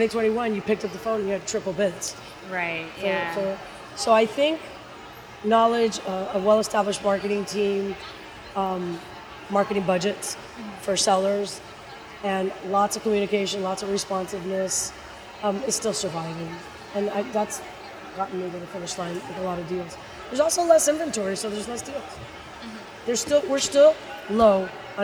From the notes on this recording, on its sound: Deconstruct Live at The Real Deal's Miami Forum. In early November, the Deconstruct team flew to Miami for The Real Deal's annual showcase and forum. We're bringing you two interviews we recorded on site at the event.